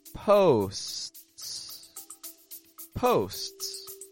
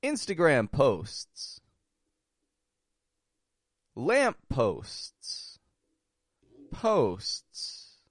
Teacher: Making it long in the beginning, a quick little stop, and then releasing a second S.